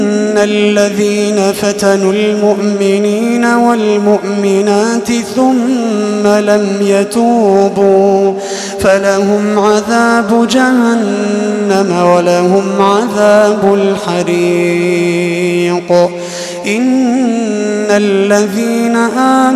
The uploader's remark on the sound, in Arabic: تسجيلات من صلاة التراويح لشهر رمضان عام 2016.